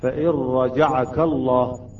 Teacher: الكاف عليها فتحة قبل اللام، إذن اللام تفخم